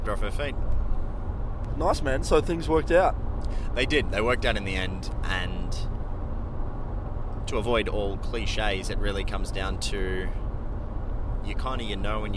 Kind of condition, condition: setting, inside a vehicle